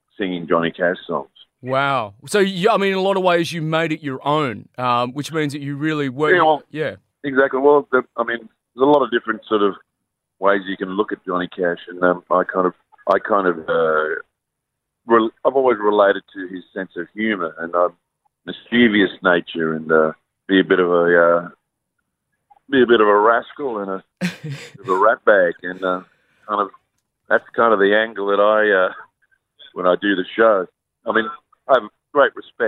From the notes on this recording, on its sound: got on the phone